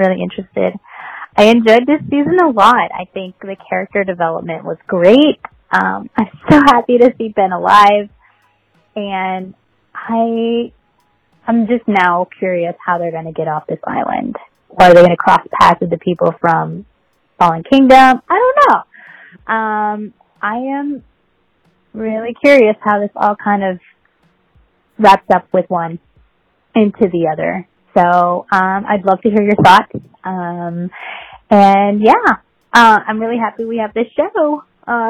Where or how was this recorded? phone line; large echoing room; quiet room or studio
phone line